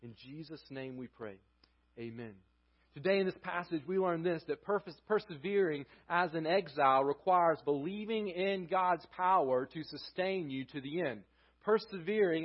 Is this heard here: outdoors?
no